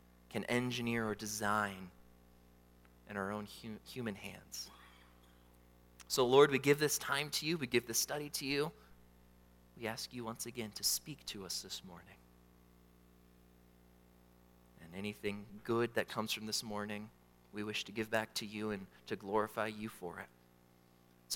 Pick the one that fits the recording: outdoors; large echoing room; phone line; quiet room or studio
large echoing room